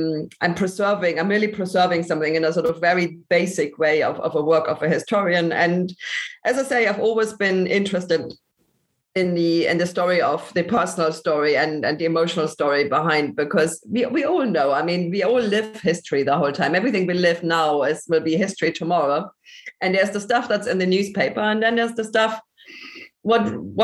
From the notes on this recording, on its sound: This episode was recorded on November 19th, 2021 via Zoom.